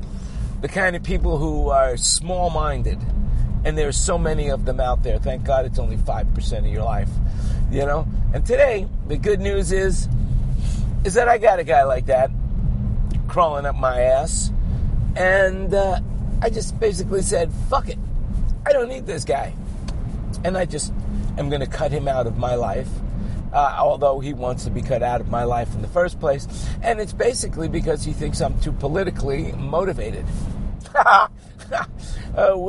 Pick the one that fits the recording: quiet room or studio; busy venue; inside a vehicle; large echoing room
inside a vehicle